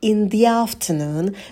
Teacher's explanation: in the afternoon у нас артикль читается через «и», потому что следующее слово начинается с гласной.